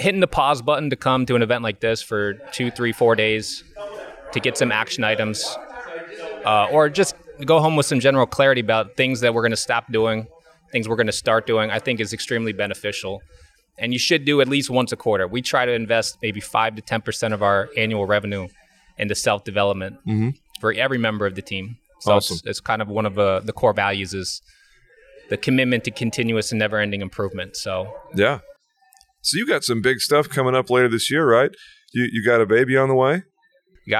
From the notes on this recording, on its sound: Live from the Better Conference.